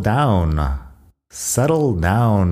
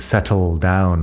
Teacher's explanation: yo cuando digo settle no estoy pronunciando la T fuerte · Shown in: first take · pero podrías, un inglés de Reino Unido podría decir settle down o algo así con la T más fuerte.